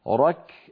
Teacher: الكاف قصيرة لأنها حرف شديد